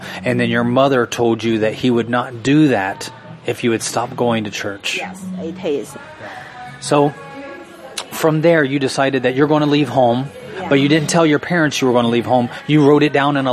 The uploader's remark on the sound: Live From Denny's Diner